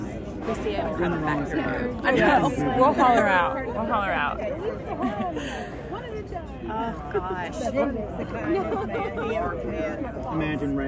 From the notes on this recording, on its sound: SECRET DINNER PARTY RECORDING